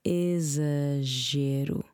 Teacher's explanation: the X has a sound of a Z in that word. Exagero. And the G is soft rather than hard.